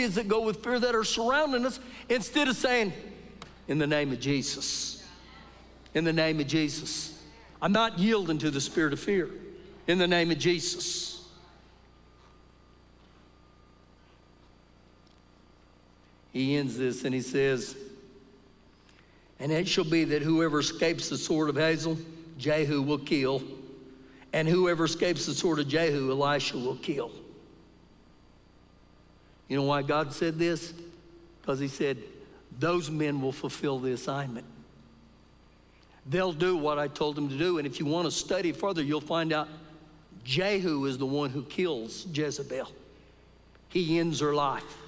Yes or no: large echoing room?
yes